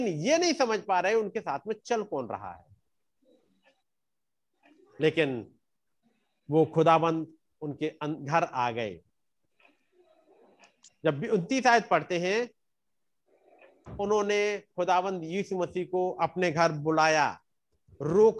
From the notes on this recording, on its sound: Arunachal Pradesh. Zoom Meeting.